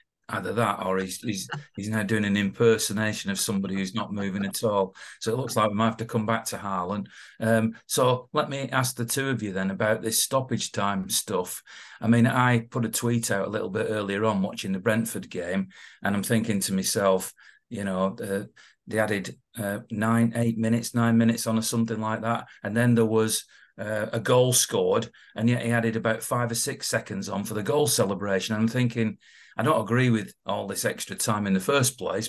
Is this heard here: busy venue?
no